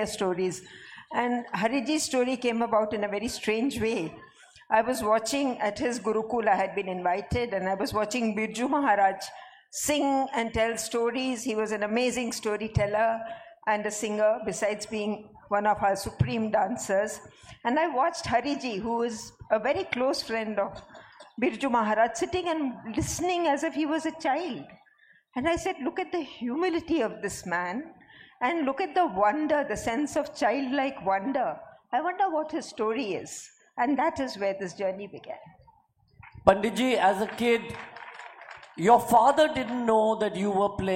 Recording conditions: live audience